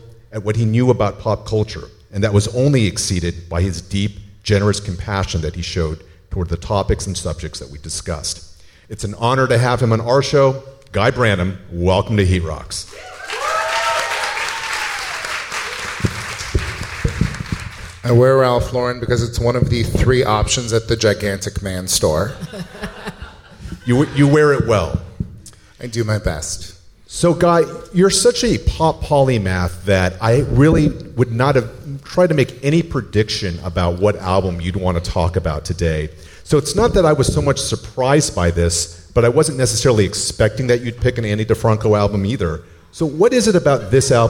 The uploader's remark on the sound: Recorded LIVE. Live in front of an audience as part of the Voyager Institute series.